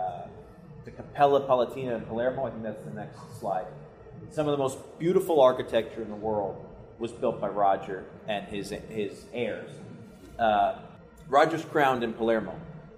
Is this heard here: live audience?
yes